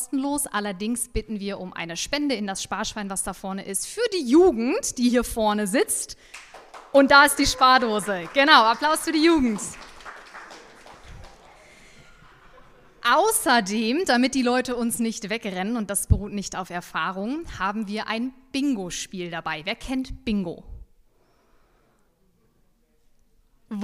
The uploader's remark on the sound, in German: Sind zu Gast auf dem Flugplatz des LSV Lüchow-Dannenberg in Rehbeck, um mit ihren Zuschauern über das Fliegen zu sprechen. Vor einer Cessna in einer großen Flugzeughalle haben sie das Set für die Live-Podcast-Aufnahme aufgebaut.